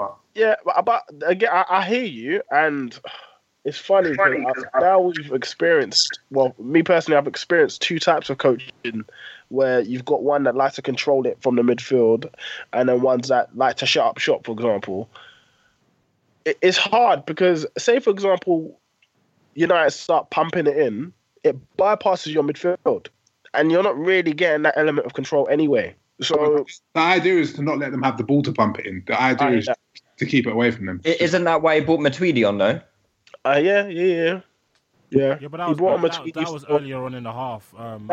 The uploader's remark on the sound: Apologies for the poorer than usual sound quality, as we record via Skype, we will be back in the studio on Sunday.